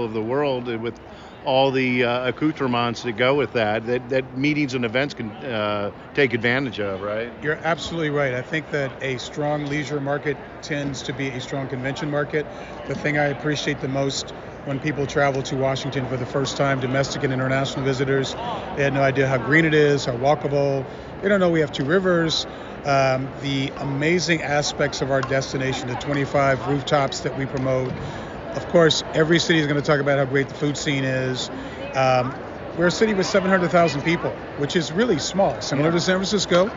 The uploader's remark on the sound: Live From PCMA CL. On the bustling floor of The District exhibitor area at PCMA Convening Leaders 2024.